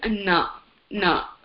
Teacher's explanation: The Na that you pronounce by touching the tip of your tongue on the back of your upper teeth.